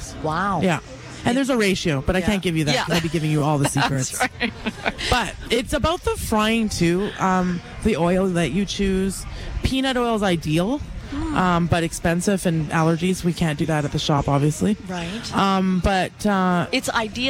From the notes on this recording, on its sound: Live at the Calgary Stampede